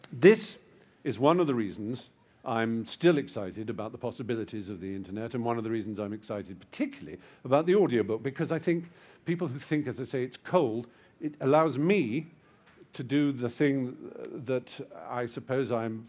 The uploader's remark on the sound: a capacity audience at the Apple Store, Regent Street on a snowy February evening